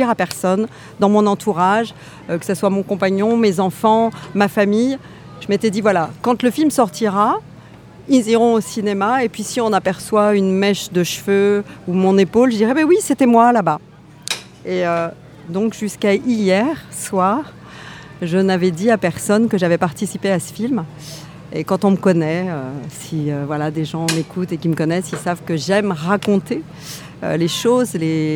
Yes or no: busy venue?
yes